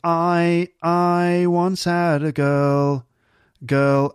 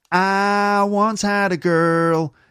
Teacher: definitely a rounded I with a diphthong · Shown in: first take · not like, I once had a girl.